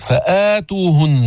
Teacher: هذا مد البدل مقصور برواية حفص عن عاصم حركتين